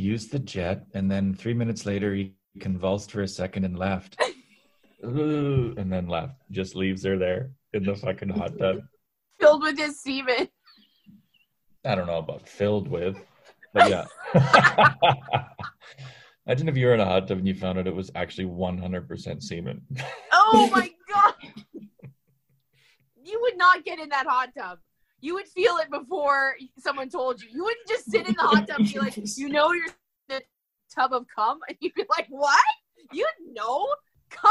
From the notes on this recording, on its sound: Thing have been a little bumpy over here in Alberta but we are BACK thanks to Zoom!